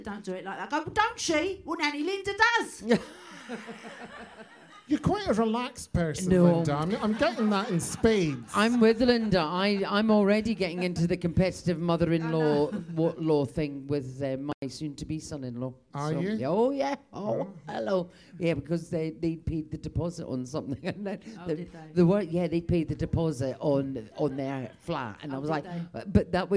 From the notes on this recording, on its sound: We've live in London! Be Honest: Live.